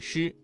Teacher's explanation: 舌尖翘起靠近硬腭后部，形成狭窄通道，气流通过时不形成完全的阻塞